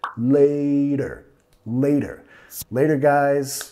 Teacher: Nota que estamos usando la R suave de español.